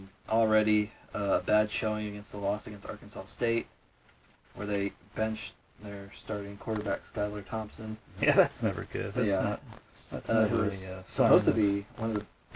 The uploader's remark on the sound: The sound kinda blows. That is why the sound is, as stated on Beavis and Butthead....Raw and Vital.